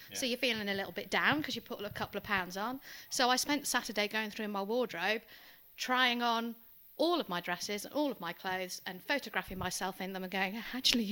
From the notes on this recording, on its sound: apologies for the unbalanced audio!